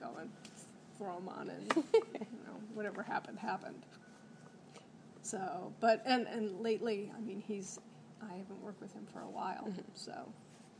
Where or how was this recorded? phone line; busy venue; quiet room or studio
busy venue